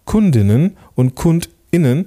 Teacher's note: dieser kurze Schlag, der macht aus etwas Stimmhaften was Stimmloses · Term: Glottesschlag